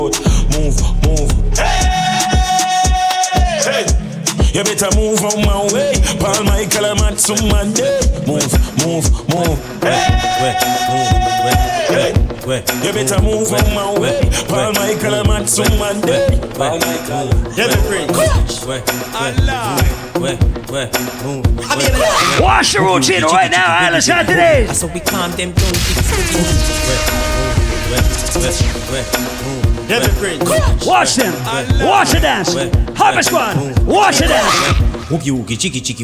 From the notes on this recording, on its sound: Audio recording of my set at Island Saturdays.